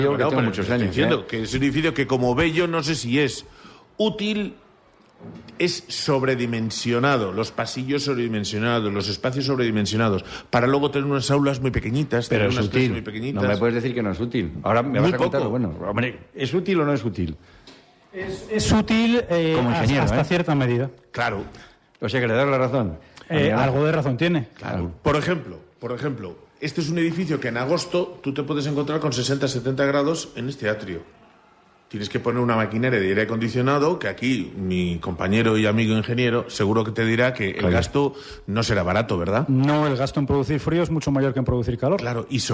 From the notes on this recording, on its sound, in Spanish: Emitido por la SER desde el Centro Cultural Miguel Delibes. En una gala que llenará el Auditorio del Centro Cultural Miguel Delibes.